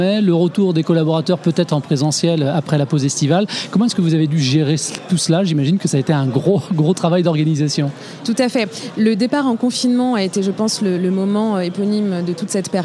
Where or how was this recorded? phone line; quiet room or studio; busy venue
busy venue